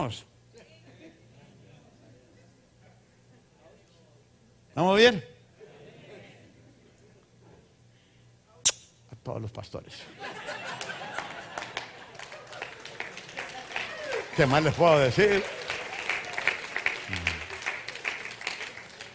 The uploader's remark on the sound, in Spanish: Esta serie fue grabada en vivo durante las conferencias mensuales en Centro Familiar Cristiano en San Diego, CA.